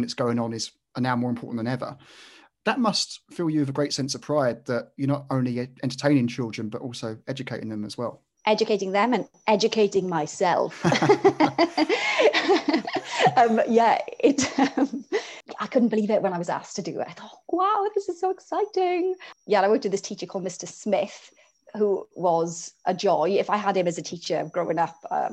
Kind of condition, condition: link, video call